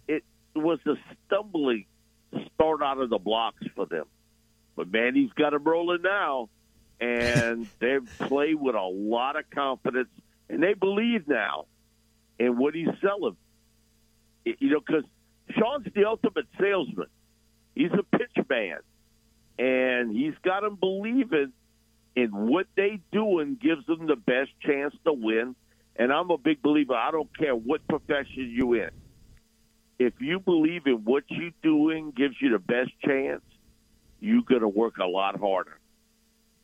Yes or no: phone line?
yes